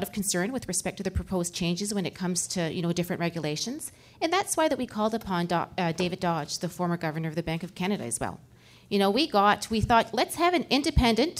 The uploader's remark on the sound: In the Canada 2020 studio. Questions from a live studio audience.